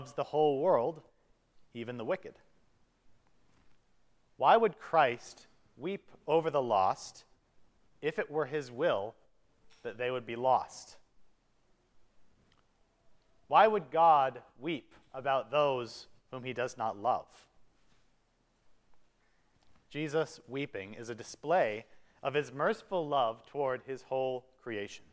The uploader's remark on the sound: The service for the Tenth Sunday after Trinity at Grace Evangelical Lutheran Church, Lexington, MO.